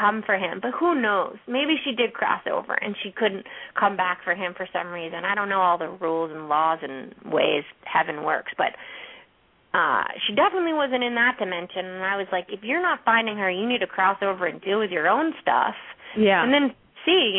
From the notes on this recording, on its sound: open up the lines for listeners to call